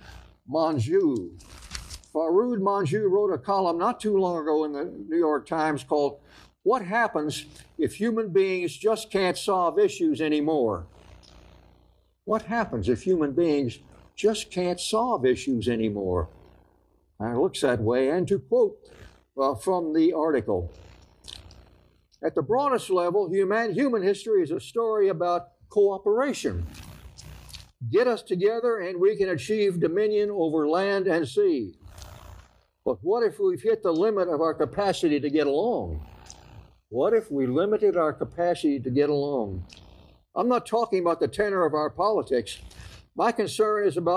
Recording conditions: large echoing room